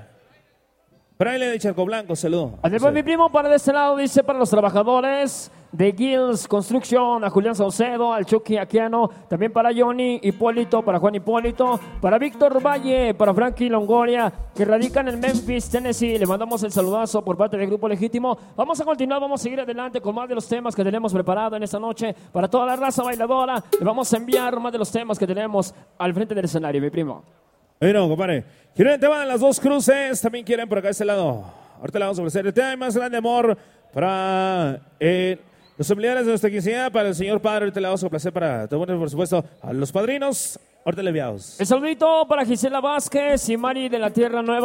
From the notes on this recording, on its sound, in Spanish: En Vivo Desde El Barranco,Zac